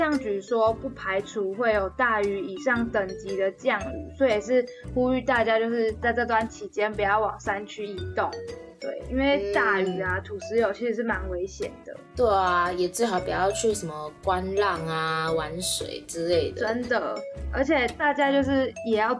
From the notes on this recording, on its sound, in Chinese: 這次分別錄製節目單元時，因為麥克風有點怪怪的，後面碰上大雨，在家隔音效果不佳(有降噪了)，所以這次的音質不太好。